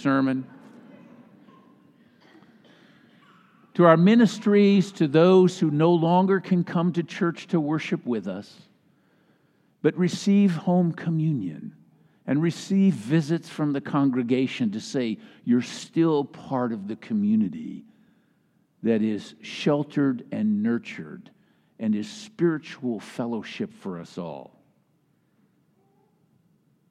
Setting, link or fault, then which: setting, large echoing room